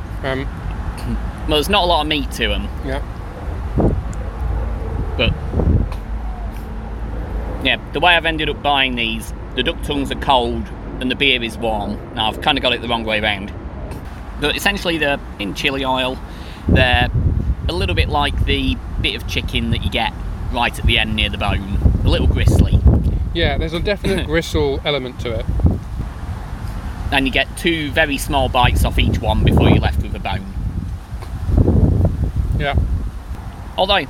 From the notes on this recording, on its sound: Takes me out in London. Which we then eat in a park, with the expected impact on sound quality.